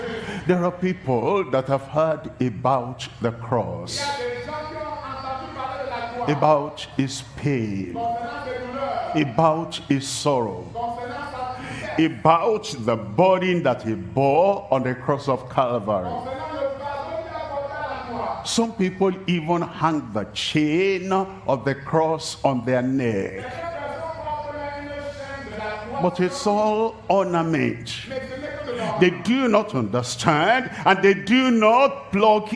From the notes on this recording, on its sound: live from Douala, Cameroon.